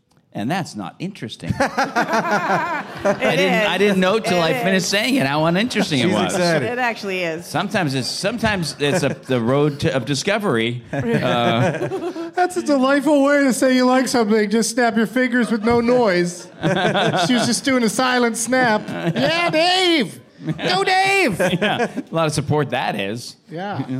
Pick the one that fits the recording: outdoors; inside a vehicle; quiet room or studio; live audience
live audience